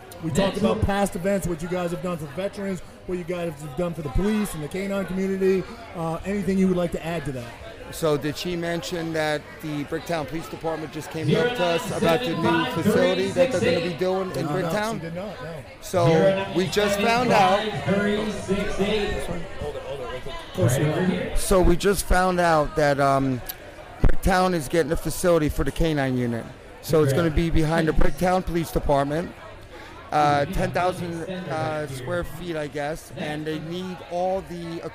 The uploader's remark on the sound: we are broadcasting live from Beacon 70 in Brick, NJ